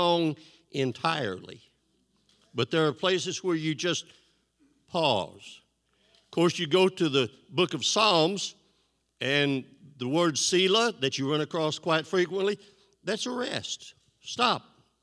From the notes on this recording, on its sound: This JAT was recorded live on May 8th, 2022 at Newark United Pentecostal Church.